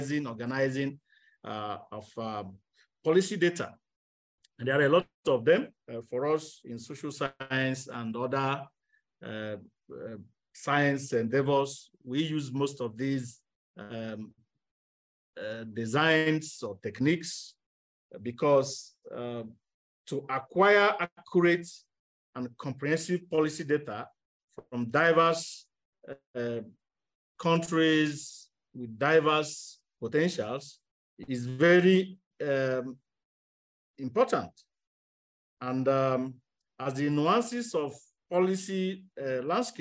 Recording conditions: video call